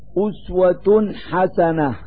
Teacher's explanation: أسوة حسنة، فالضمتان على التاء من كلمة أسوة هو التنوين الذي يظهر في اللفظ نونا ساكنة لوجود حرف الحاء بعده · Term: إظهار التنوين